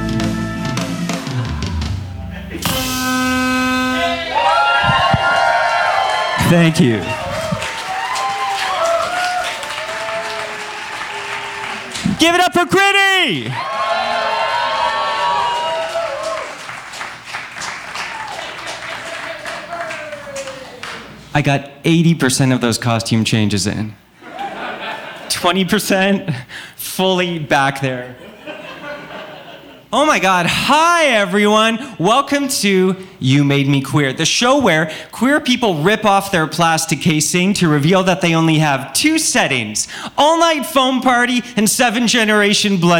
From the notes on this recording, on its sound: Recorded live at Buddies in Bad Times Queer Pride.